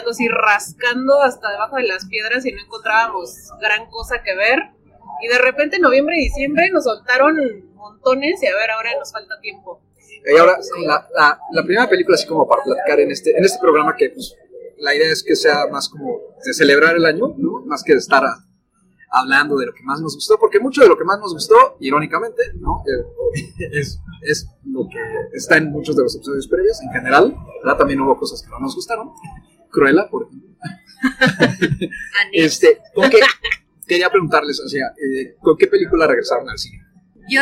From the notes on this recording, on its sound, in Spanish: Con anticipadas disculpas por la calidad de audio